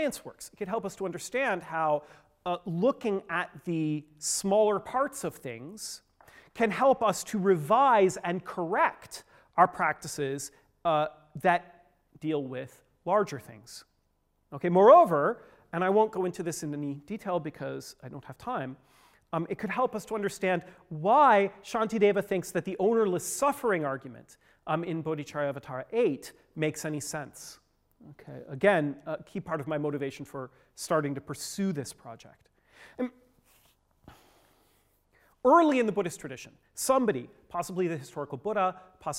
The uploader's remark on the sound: Gives the sixth talk in the New Madhyamaka workshop. Funded by the Templeton Foundation, took place in Oxford on 20th and 21st April 2015.